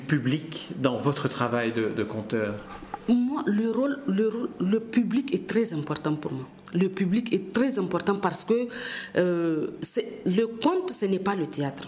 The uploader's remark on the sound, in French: lors du 22ème Festival interculturel du conte de Chiny